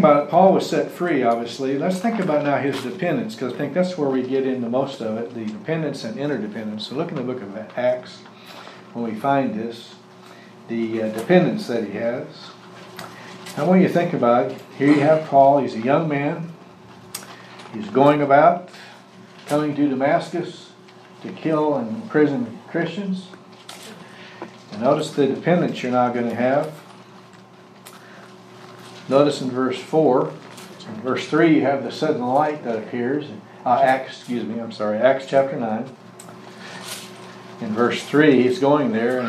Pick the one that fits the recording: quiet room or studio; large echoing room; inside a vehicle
large echoing room